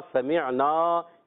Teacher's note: आइन की अदायगी हलक के दरमियान वाले हिस्से से, नून अलिज़ना, समिअना, इसको अलिफ को खींचेंगे।